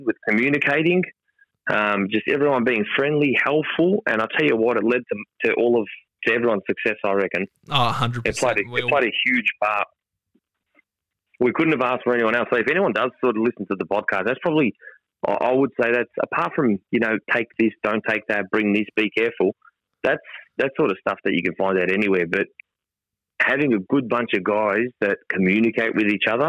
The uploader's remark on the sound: The phone calls captured during our recording session will be heard exclusively on the left side if you're using headphones or earbuds.